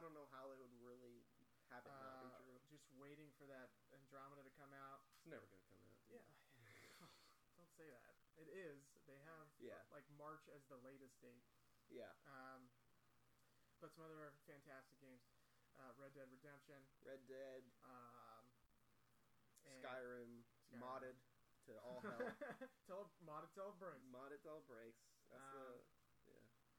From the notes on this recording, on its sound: Sorry about the low audio.